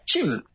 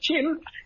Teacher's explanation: So I say, if your name is James or Jim, you're most likely to pronounce that as Jim, which with the flat tone is the Vietnamese for a bird. And with the upward tone, the rising tone of Jim, it is not the Vietnamese for a bird · Shown in: second take